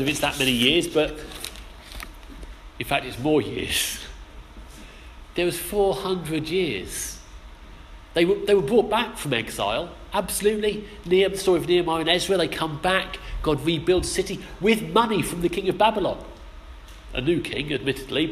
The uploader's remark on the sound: Our sermon from the 11am service on Sunday 16th October 2016